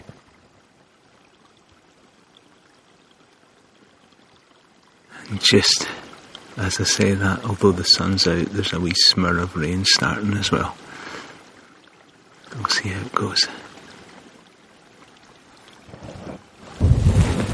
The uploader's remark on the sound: Glen Douglas Walkcast. I also tried recording audio along the way to take some notes & record some thoughts.